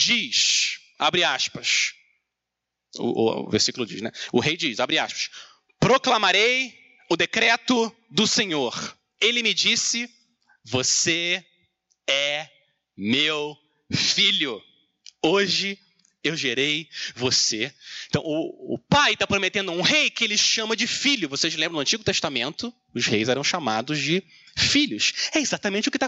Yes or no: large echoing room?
yes